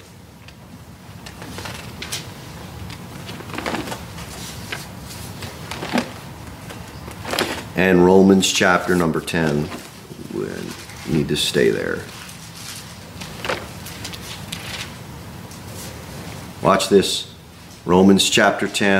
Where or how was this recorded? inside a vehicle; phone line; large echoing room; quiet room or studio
large echoing room